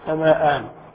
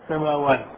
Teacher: عن أصل يعني عن واو أو عن ياء جاز فيها الوجهان، إما أن تبقيها همزة في التثنية وهو الأولى، وإما أن تقلبها واوا